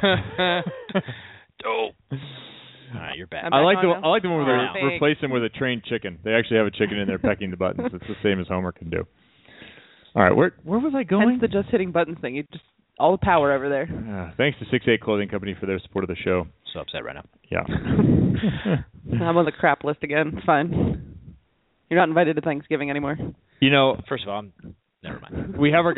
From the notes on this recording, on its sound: will be calling